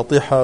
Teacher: إنما هو طحال بكسر الطاء